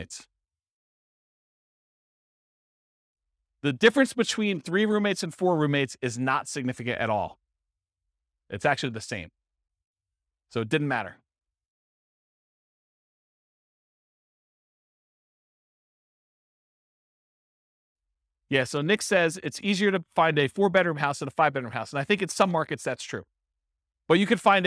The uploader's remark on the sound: This was a live class recorded.